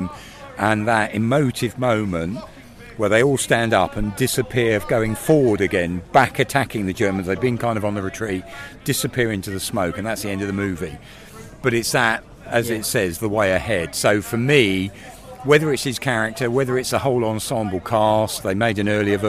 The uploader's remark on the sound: We Have Ways Fest Wind-down 2022. Apologies for some of the wind noise, it was a gusty day!